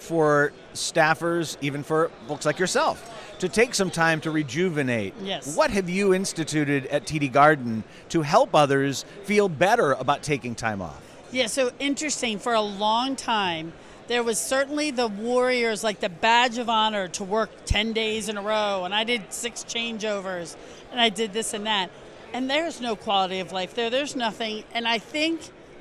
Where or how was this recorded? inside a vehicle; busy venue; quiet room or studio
busy venue